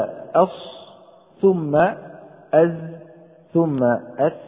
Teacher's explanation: تلاحظ هبوط منحنى درجة الصفير رويدا رويدا. إذن أقوى الدرجات في الصاد ثم الزاي ثم السين. · مراتبها تكون درجة الصفير أقوى في الصاد وهذا واضح، ثم الزاي ثم السين